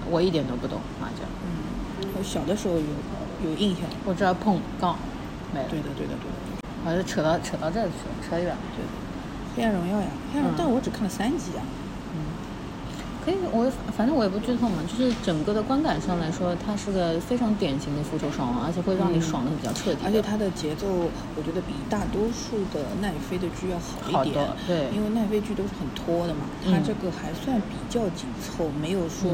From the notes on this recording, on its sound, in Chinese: 本次录制花费：在茑屋点了两杯喝的